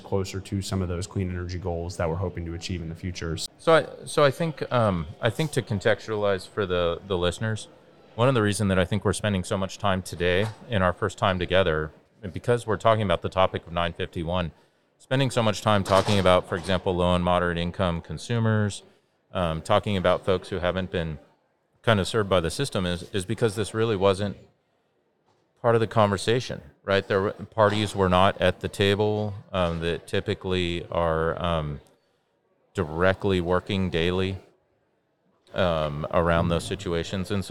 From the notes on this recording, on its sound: a live recording down at the Southeast Renewable Energy Summit in Charlotte, NC